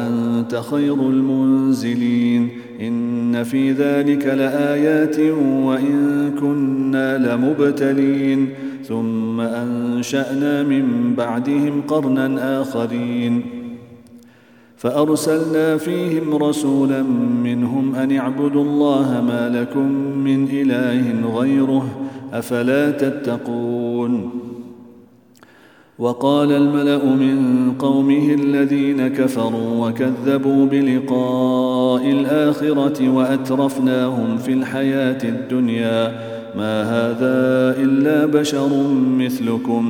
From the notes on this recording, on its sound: Day 17 - Ramadan Daily Quran Recitation -. At the Houghton Masjid (West Street).